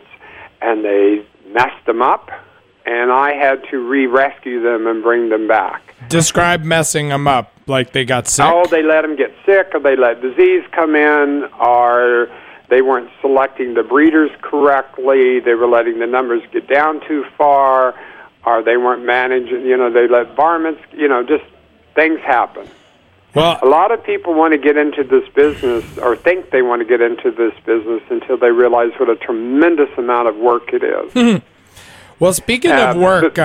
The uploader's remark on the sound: call in to give an update on the project